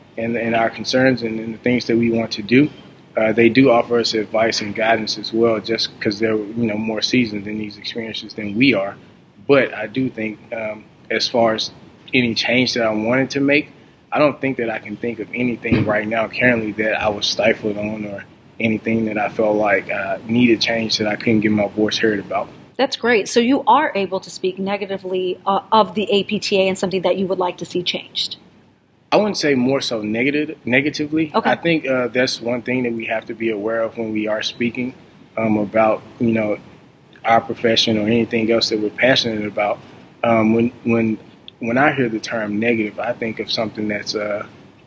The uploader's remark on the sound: LIVE from the Federal Advocacy Forum